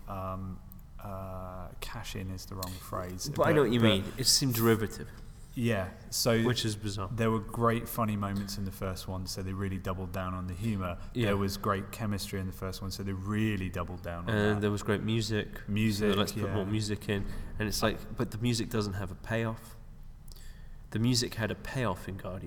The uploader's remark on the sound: Recording at the McKee Story Seminar in London